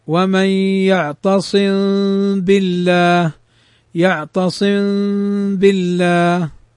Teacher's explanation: إخفاء النطق بالميم الساكنة إذا وقع بعدها باء مع الغنة · Term: الإخفاء الشفوي